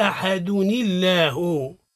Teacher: للتخلص من التقاء الساكنين جعلنا الحركة الثانية من التنوين تحت نون مكسورة كما قلنا. إذن ولات قبل اللفظ الجلالة كسر، إذن ترقق لفظ الجلالة أحدني الله.